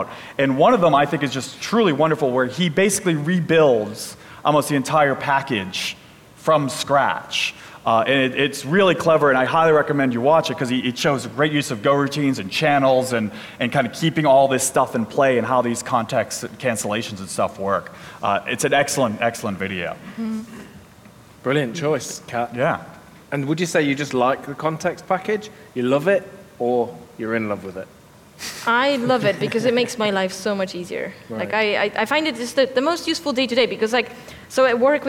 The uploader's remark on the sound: LIVE from Gophercon UK. LIVE from LondonGophers as part of GopherCon UK!